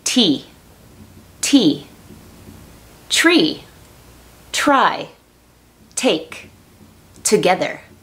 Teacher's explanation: En inglés no toca los dientes, es un poquito atrás en el paladar de la boca nuevamente.